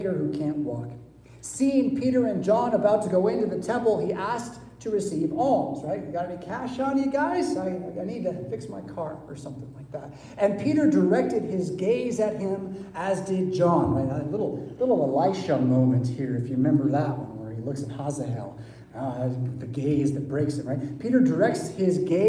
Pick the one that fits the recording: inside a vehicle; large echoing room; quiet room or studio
large echoing room